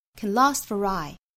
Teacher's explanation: last 后面的 t 略掉，f 和 i 之间连读加 r, for aye, foraye。这个 A-Y-E 我们可能不熟，这个词的发音就是 I，一会儿我们会讲它是一个古英语。第二句 Why need they stay